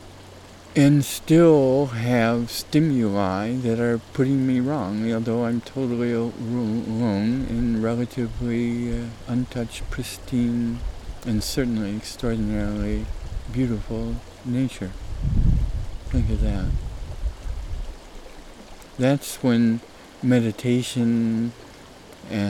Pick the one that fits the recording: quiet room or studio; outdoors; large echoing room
outdoors